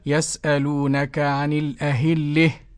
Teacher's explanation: إمالة هاء التأنيث وما قبلها